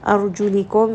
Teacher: ra here is going to be heavy because the letter before has a fatha